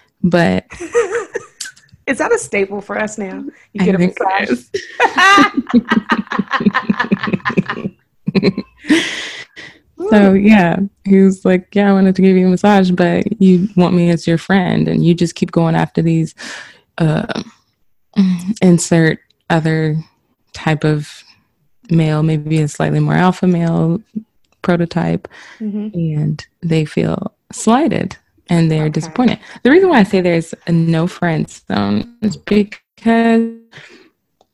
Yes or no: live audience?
no